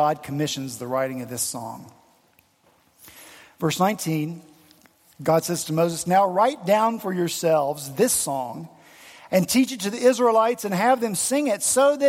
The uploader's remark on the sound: at Redeemer Presbyterian Church in Charleston, SC